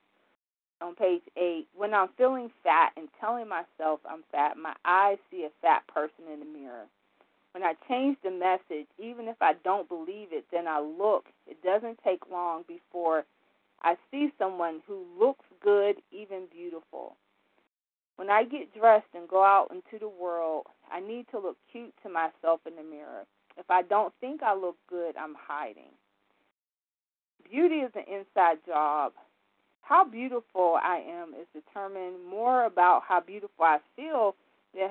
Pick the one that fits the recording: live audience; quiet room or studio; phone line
phone line